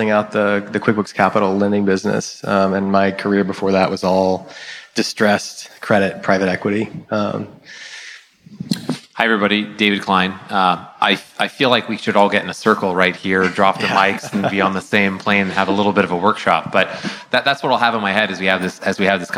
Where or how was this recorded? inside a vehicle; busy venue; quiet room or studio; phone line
busy venue